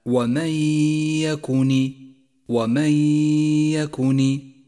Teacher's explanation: والواجب هنا أن تسقط النون الساكنة من اللفظ، لذلك لونت بالرمادي في مصحف التجويد إشارة إلى عدم نطقها، · Term: الإدغام بغنة